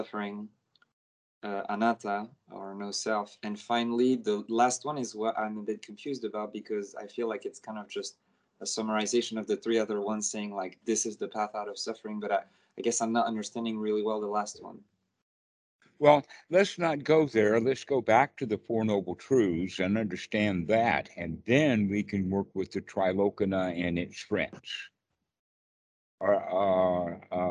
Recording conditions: video call